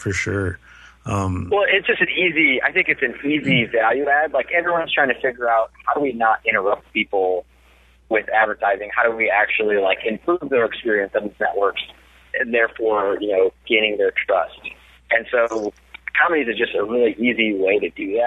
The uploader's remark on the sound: Joined us this episode via phone.